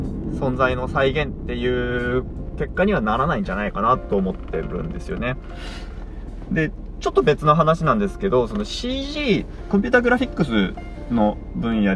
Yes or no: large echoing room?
no